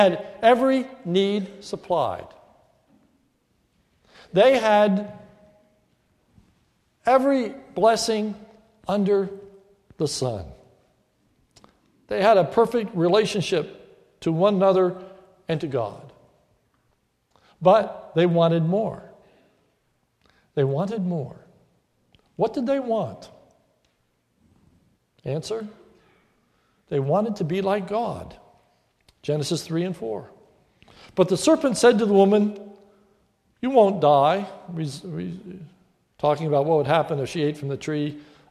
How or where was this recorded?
large echoing room